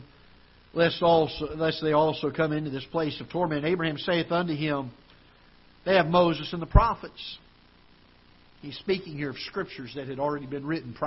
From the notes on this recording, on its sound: Ketha Heights Baptist Church ~ Live Broadcast.